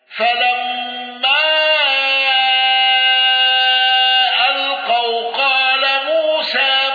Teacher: الكسائي بتوسط المنفصل وإمالة موسى